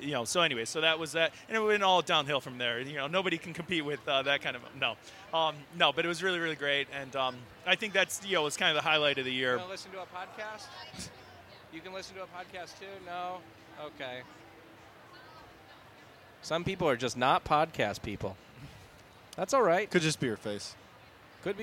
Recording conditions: busy venue